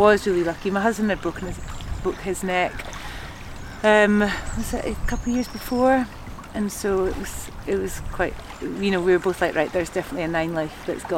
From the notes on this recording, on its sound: We had this chat on the shores of Lake Windemere after we had a ‘swim’ in the cold water of the lake. The sound is affected by the surroundings, whether it be other people around or the water lapping on the shores behind us.